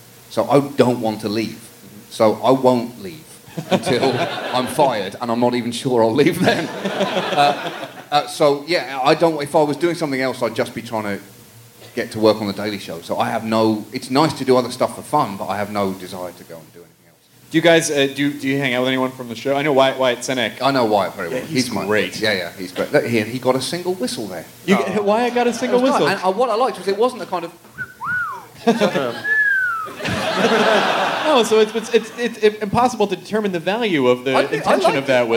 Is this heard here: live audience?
yes